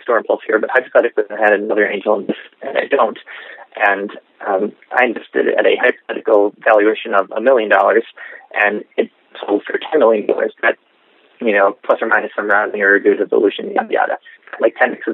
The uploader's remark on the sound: I apologize in advance for my audio quality — I was calling internationally from an iPhone.